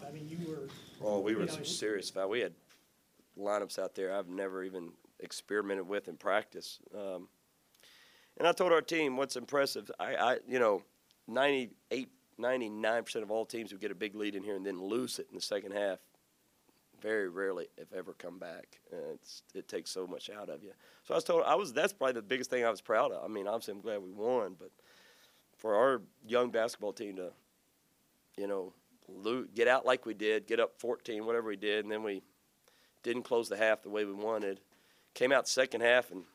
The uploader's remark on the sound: Press Conferences & Post-Game Interviews